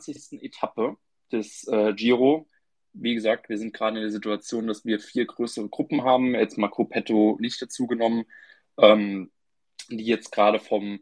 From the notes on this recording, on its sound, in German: Wir haben eine Aufzeichnung dieses Spaces ausgegraben